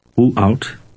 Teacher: D at the end of a Dutch word resembles a t sound.